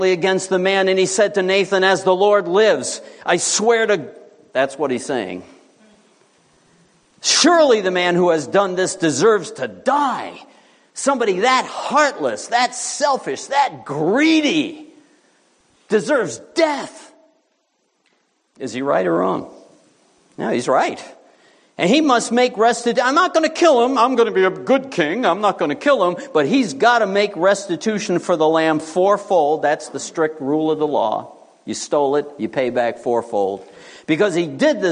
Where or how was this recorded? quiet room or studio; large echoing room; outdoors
large echoing room